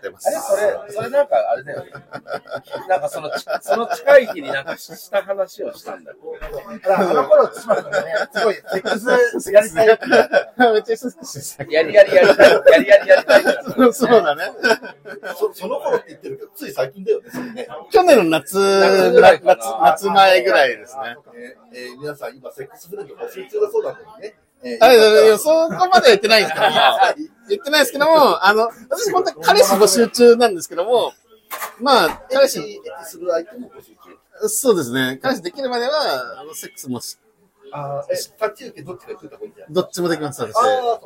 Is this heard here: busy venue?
yes